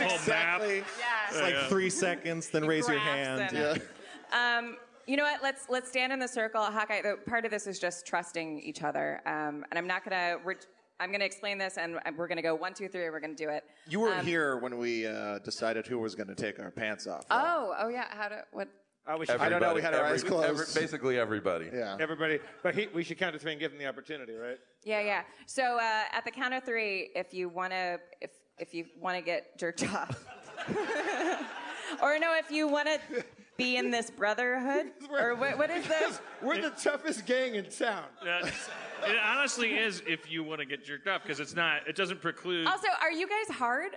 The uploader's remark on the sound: LIVE from Bridgetown 2015!